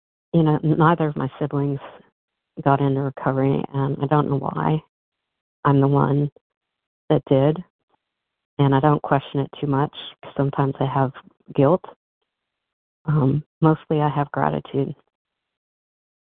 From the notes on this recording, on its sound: from the 100 Pounders Phone Meeting